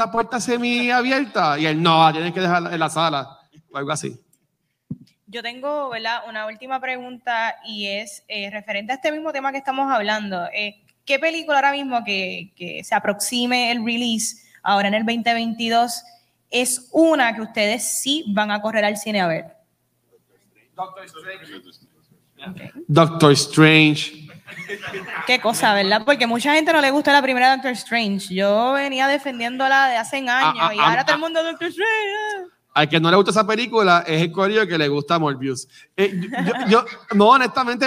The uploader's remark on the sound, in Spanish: Grabación ¡EN VIVO! De nuestro panel en el Puerto Rico Comic Con 2022.